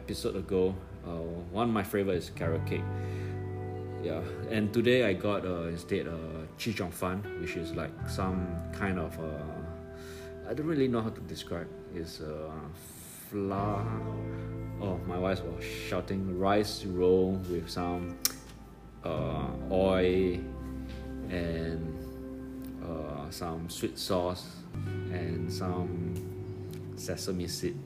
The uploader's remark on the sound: Recording with my iPad Pro